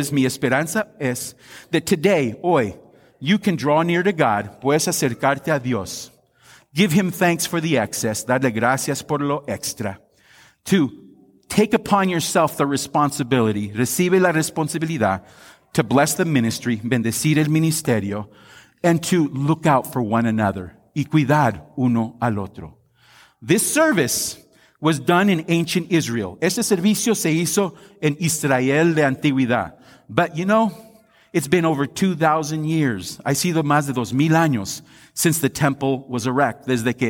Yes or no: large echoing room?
yes